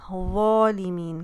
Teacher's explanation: वालिमीन, वो जो है वो भारी है, मखरज से अदायगी कीजिए, आपके ऊपर वाले दांतों से आपकी ज़बान स्टिक आउट होगी बाहर, और इसको हैवी पढ़िए